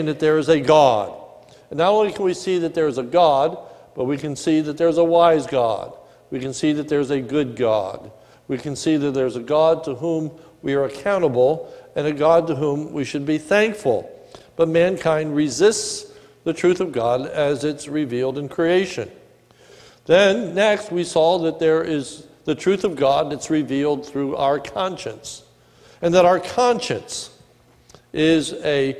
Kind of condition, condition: setting, large echoing room